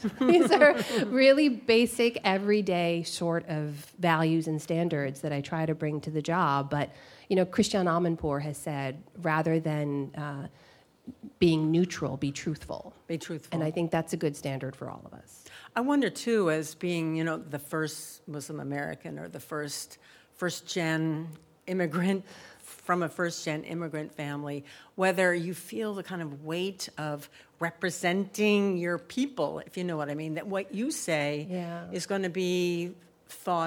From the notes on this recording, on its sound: Before a live audience.